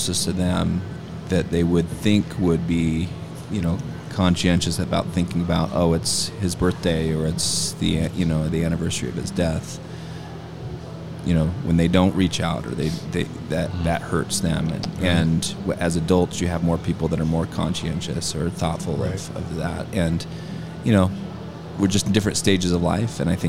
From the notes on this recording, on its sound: live from the chinden moxie